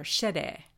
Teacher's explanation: She pronounces Sherry, her boyfriend's name, as though the double R were really double D for Shede.